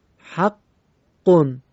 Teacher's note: این قاف تشدید داره، اولش حالت ساکنه دومش متحرکه و ما روش مکس کردیم تا دو بار بشه، دو برابر بشه و مشدد بشه.